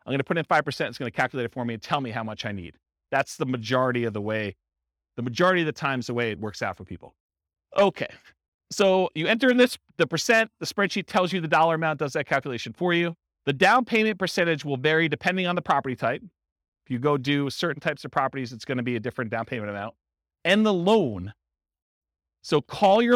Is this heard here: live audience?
yes